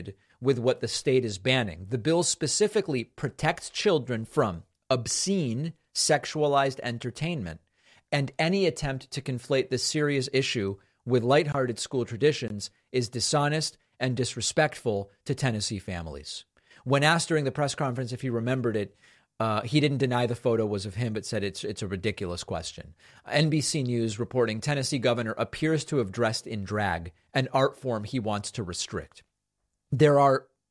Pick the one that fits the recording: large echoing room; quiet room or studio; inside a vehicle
quiet room or studio